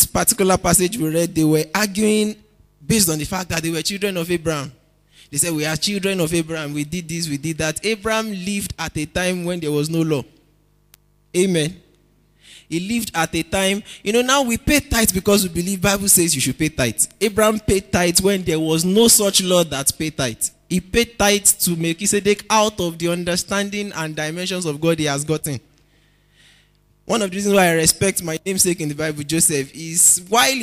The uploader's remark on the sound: Preached at NCCF Gombe State.